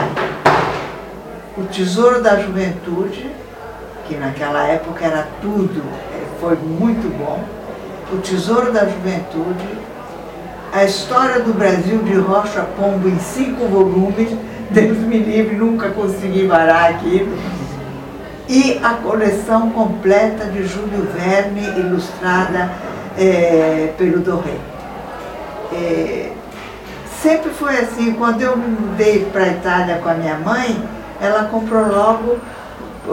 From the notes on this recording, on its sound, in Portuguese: Os três primeiros episódios foram gravados durante a Feira do Livro de Santa Maria-RS 2019